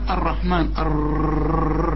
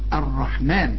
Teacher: لا يا سيدي، قولها راء واحده مشدده · Shown in: second take